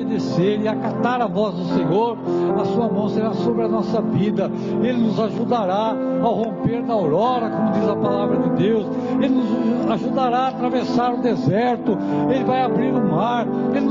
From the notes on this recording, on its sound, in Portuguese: Mensagem gravada em 13/10/2023 - Culto de Cura e Libertação